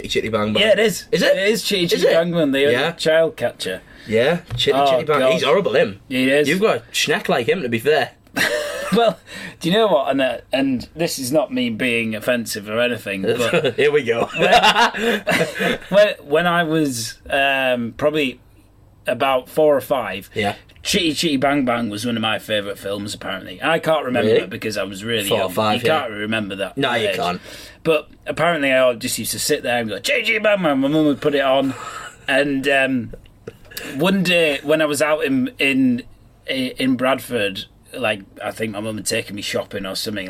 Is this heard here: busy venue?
no